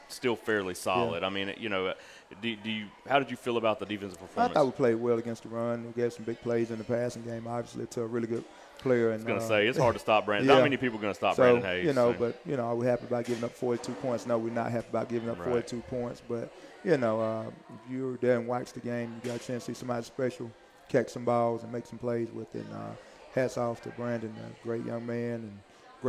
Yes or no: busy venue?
yes